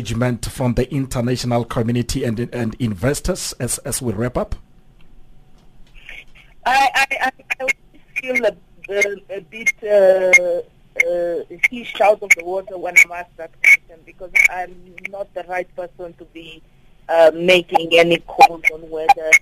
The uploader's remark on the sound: we are joined on the line